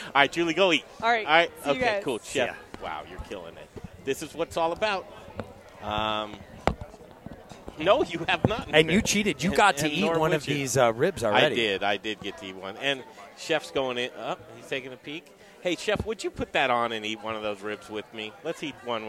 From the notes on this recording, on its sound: Live from Pizza Republica - Downtown Denver